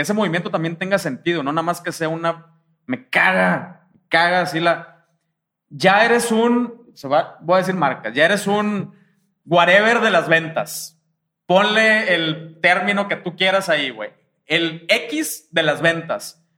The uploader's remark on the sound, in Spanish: Este episodio fue grabado en vivo, es la primera vez que hacemos algo así.